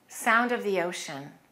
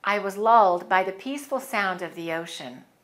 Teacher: And let's link sound of the ocean.